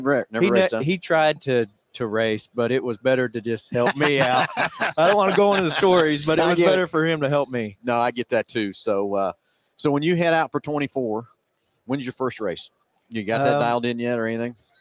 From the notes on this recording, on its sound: Live from PRI Trade Show in Indianapolis, IN.